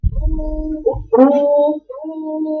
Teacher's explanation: صوت الراء ممتد مستقيم